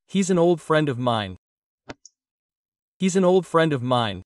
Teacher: Notice that the F of, which is a V, is omitted.